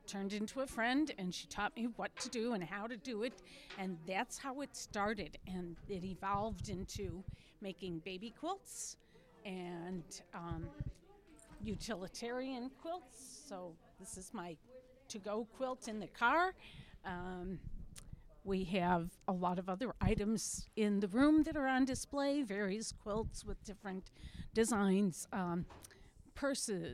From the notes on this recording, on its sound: This episode was recorded at Maker Fest on February 25, 2023.